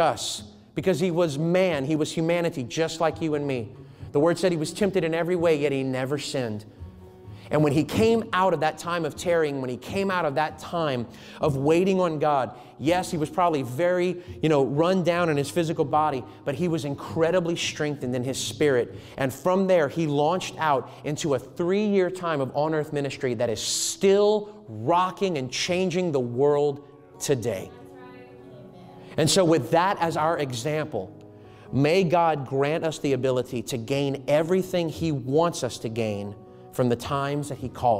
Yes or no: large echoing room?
yes